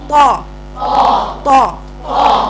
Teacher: يبقى هقول طاء طاء واراعي في الطاء اني اقصى لساني مستعلى، لان بعض الناس بتجيب طرف اللسان في المكان فعلا لكن بتقول طاء، بتقول طاء طاء طاء طاء طاء، اقصى لسان لازم صوت الحرف يبين انه اقصى لسان مستعلى